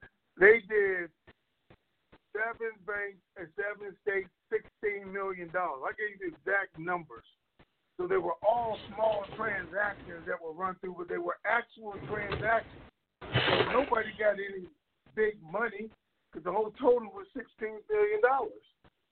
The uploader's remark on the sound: TNTSuperfantastic Conference Call